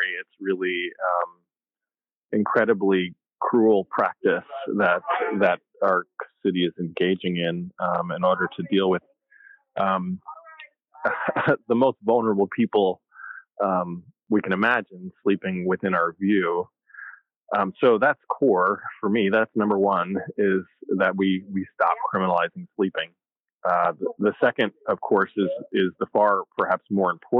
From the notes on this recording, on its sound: in a phone interview